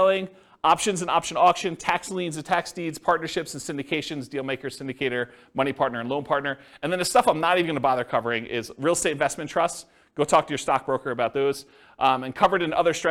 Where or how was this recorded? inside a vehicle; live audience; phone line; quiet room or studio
live audience